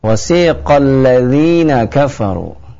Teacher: Wasiqal ladzina kafaru dengan sin ya, tanpa titik tiga ya, dengan sin dari ujung lisan